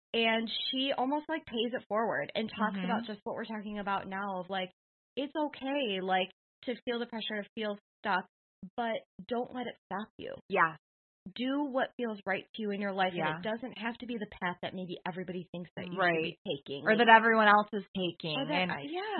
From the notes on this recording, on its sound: For their very first live recording, they were flying high’. Please bear with us as we get our studio set up – the sound isn’t up to our normal high quality.